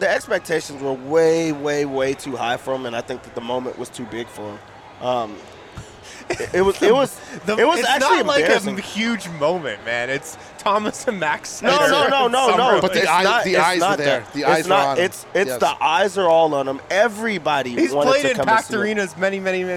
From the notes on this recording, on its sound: LIVE in Vegas at Circa Resort and Casino